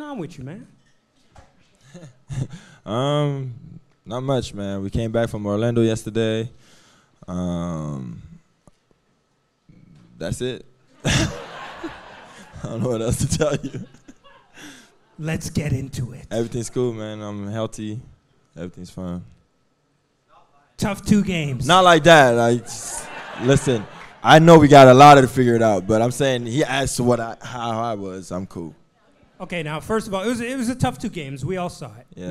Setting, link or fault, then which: setting, live audience